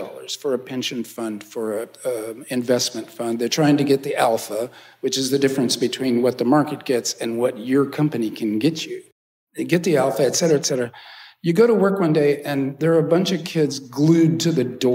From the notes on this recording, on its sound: Hosted by the Kroc Institute for Peace and Justice, the science fiction writer gives a lecture recorded in front of a live audience at the University of San Diego’s Peace & Justice Theatre. After the lecture, the author takes questions from Kroc School students.